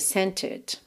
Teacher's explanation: ele manteve o T marcadinho